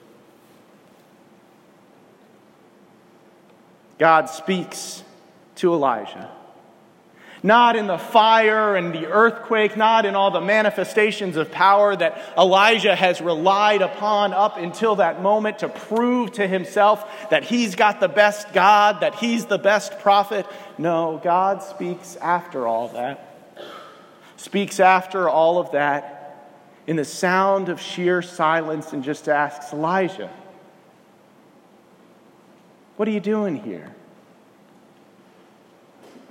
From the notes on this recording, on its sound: This morning, I preached at First Baptist Church in Wilson, NC.